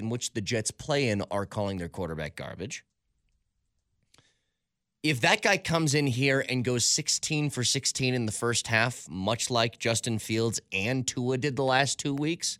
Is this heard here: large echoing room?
no